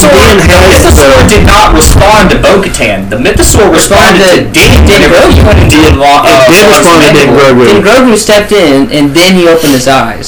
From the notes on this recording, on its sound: This short but very special episode was recorded live on a single microphone so please forgive the audio quality. Traveled to Virginia this week to attend the wedding.